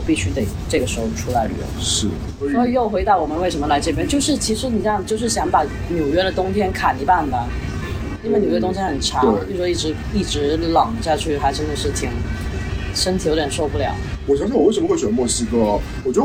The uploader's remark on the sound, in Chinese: 本期为墨西哥户外录音，搭配旅游热门地夜生活的嘈杂，敬请谅解～